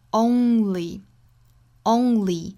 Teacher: Only 这个词后面的这个 ly 不要发成了累，是 li